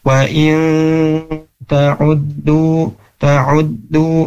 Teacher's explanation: nah bacanya harus digunnahkan, dimasukkan ke hidung. · Term: ikhfa